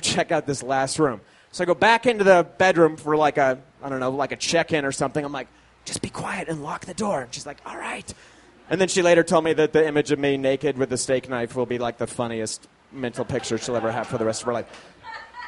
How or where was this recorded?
busy venue